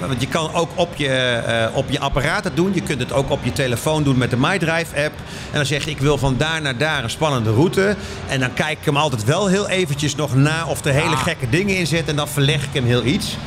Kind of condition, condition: setting, busy venue